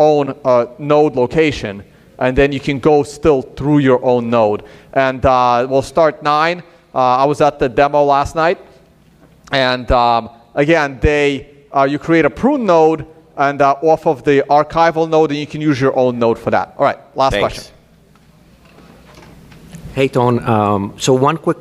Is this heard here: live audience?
yes